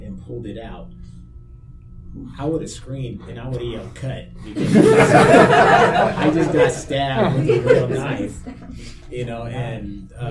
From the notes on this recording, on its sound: TusCon 49 Panel